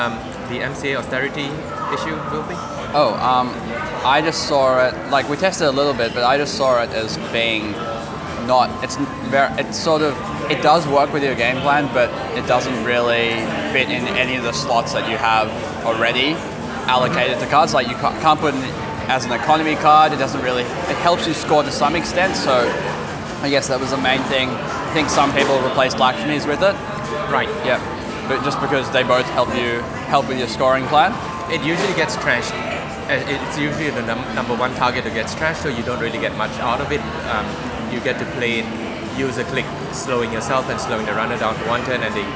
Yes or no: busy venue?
yes